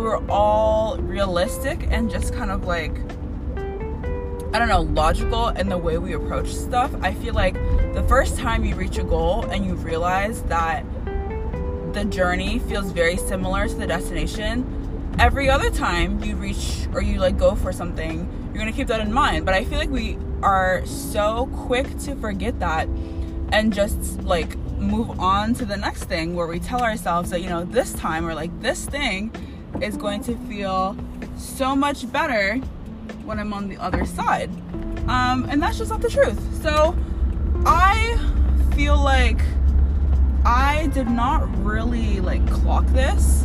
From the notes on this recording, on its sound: I wrote and re-wrote, recorded and re-recorded my first episode so many times all to just switch on the voice memo app and just record myself on the fly in the end.